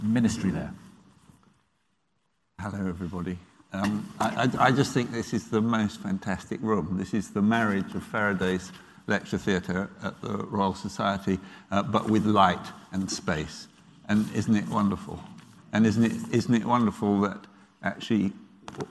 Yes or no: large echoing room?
yes